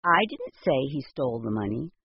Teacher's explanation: The speaker stressed the word I more than all the other words.